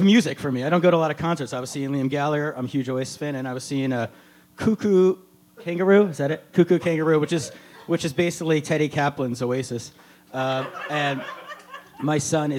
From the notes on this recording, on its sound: live podcast, recorded at the legendary Stand Up NY comedy club on the Upper West Side of Manhattan